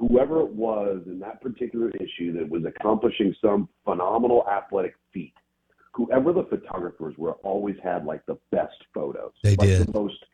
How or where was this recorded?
phone line